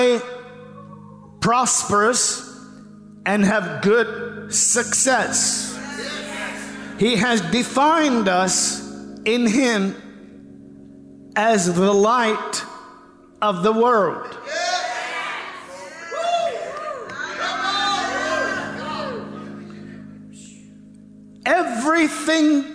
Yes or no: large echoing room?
yes